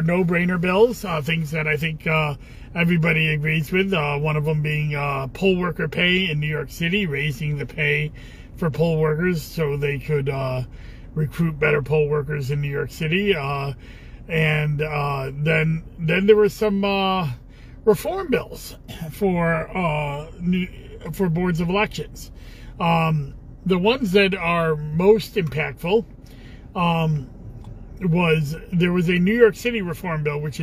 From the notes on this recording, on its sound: Commissioner in a Car.